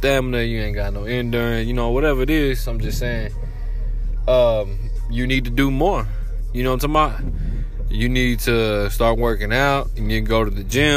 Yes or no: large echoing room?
no